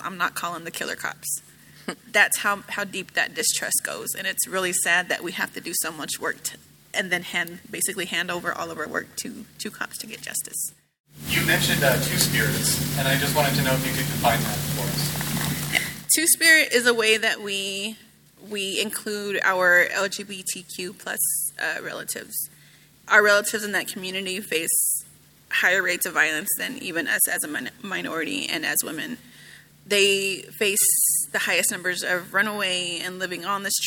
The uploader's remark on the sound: Recorded live at Obsessed Fest 2023 in Dallas, Texas.